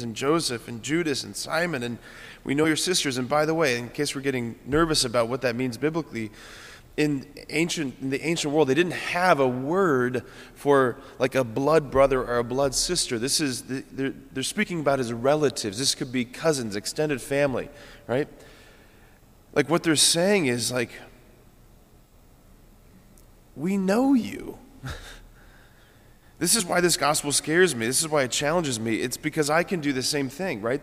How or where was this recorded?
large echoing room